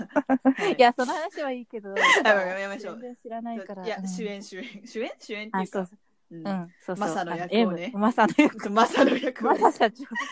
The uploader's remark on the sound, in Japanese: リモート収録のせいか、3人が一気に喋ってグチャグチャ〜っとなっており、かなり聴き取り辛いです。